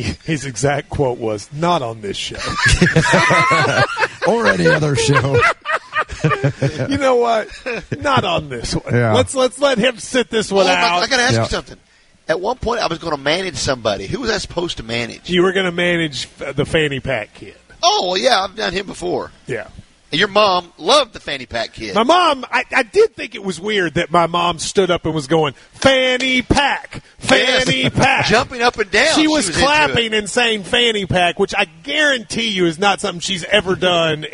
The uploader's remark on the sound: KSR is Live at KSBar & Grille talking Kentucky Football and taking your calls.